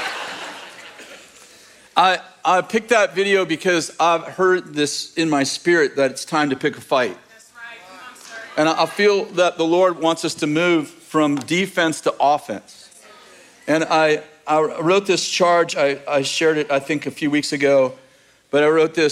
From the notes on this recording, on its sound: In this message from May 21st, 2023, at Bethel Church in Redding, CA